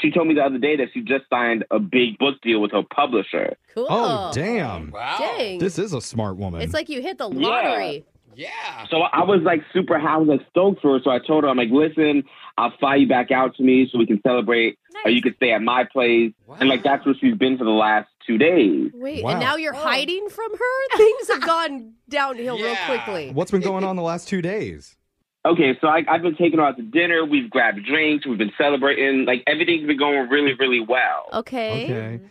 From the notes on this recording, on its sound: It’s an emergency Awkward Tuesday Phone Call!